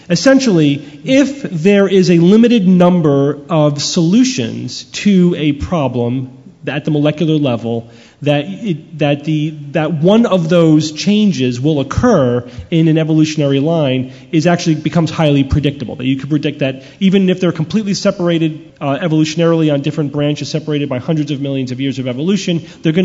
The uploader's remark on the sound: Live From CSICon 2012. Live Q&A.